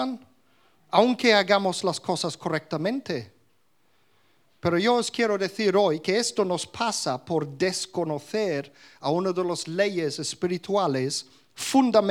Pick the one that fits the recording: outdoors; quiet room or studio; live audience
live audience